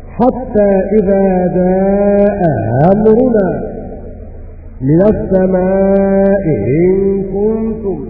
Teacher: يعني أبو جعفر ورويس يسهلان الهمزة الثانية